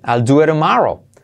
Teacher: Y esa T de tomorrow, incluso puedes hacerle una R suave.